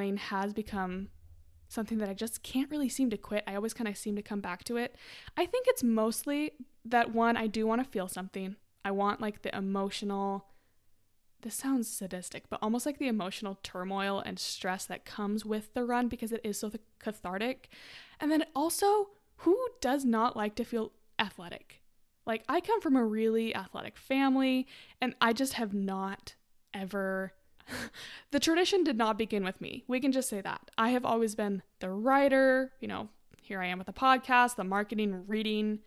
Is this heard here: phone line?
no